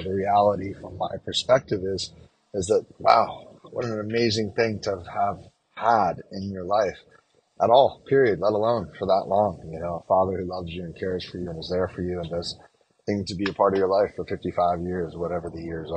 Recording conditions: inside a vehicle